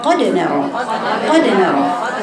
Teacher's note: فتح المخرج مباشرة بعد الاتيان بمخرج الدال لإظهار القلقلة، تصادم ثم تباعد، بقفل المخرج وافتحه، وعدم قراءة اللي هو